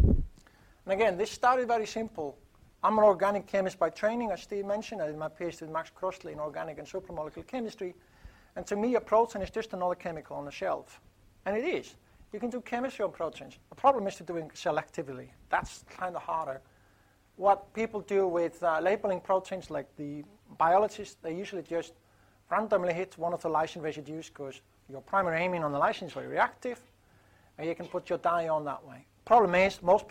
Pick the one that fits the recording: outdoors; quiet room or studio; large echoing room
large echoing room